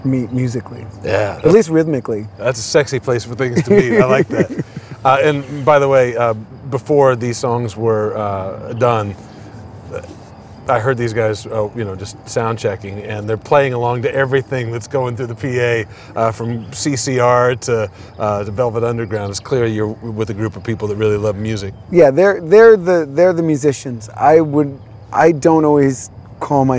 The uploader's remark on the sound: Live from Tweedy's Bar in Austin, TX, during SXSW 2023 music convention. The band performs 2 Songs.